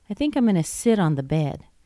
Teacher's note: On is a preposition. Sit has more stress than on.